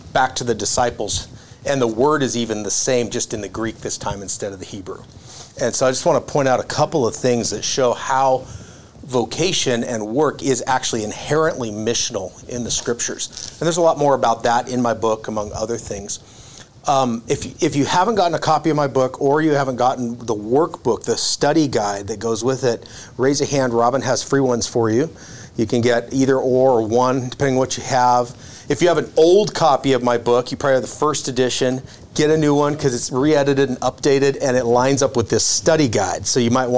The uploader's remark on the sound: LIVE Intro Talk at the 1st NWA Marketplace Missions Consultation. Listen into this LIVE talk I shared at the 1st ever Northwest Arkansas Marketplace Missions Consultation !